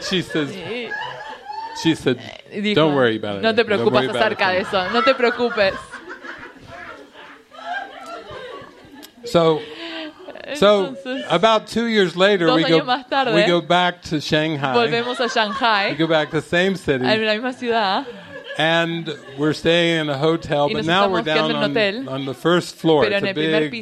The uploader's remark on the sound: This is a recording of the third-morning session from the "Heart of Love" retreat in English with Spanish translation. At Living Miracles Mexico Center in Chapala, Mexico.